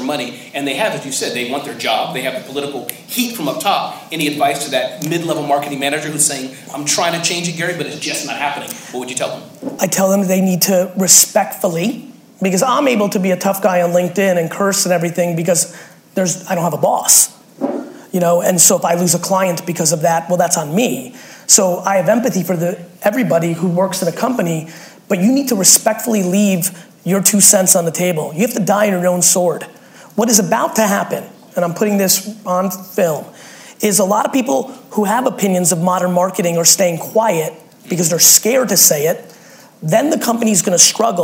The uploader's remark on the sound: Your ‘Respectful Truth’ Is the Only Way to Change the Status Quo | SAP Fireside Chat. Recorded during a fireside chat I did at SAP.